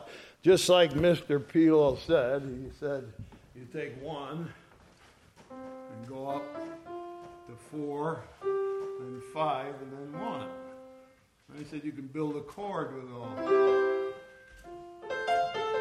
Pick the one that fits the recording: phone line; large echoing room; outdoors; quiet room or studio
large echoing room